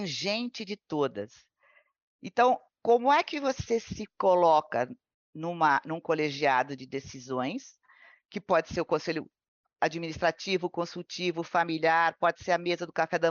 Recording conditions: video call